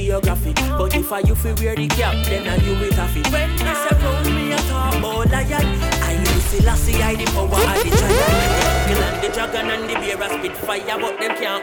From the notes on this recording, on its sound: LIVE AUDIO FROM PRIVASEA PRESENTED BY UMYX